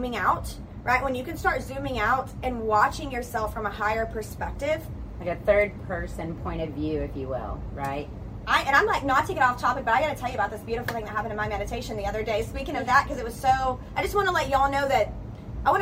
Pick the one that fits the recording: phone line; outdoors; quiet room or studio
outdoors